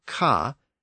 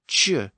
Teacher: the Latin CA sound, ca, had shifted forward in French to become a CH sound, ch, and then later an SH sound, sh. · Term: palatalization